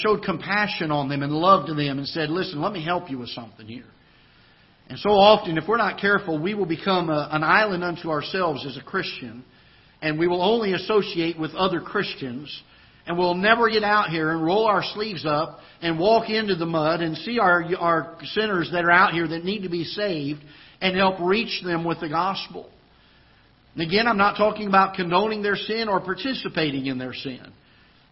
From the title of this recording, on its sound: Ketha Heights Baptist Church ~ Live Broadcast